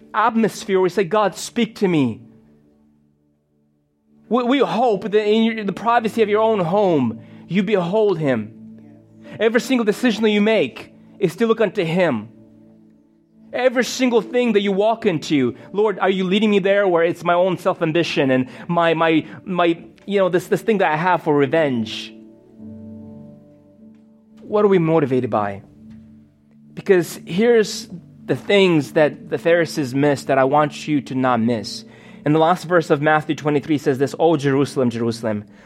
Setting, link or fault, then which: setting, large echoing room